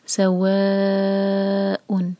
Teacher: و ہم چار حرکت کھینچیں گے